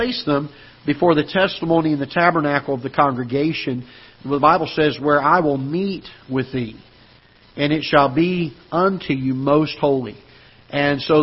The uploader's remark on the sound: Ketha Heights Baptist Church ~ Live Broadcast.